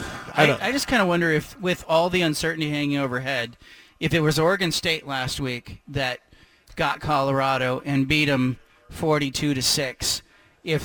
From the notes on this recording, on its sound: Broadcasts live from Reser Stadium.